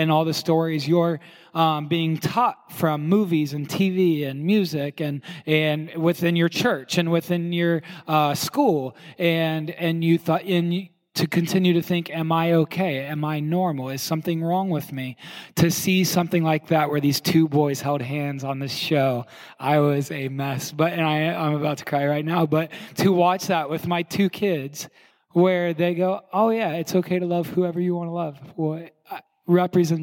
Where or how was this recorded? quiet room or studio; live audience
live audience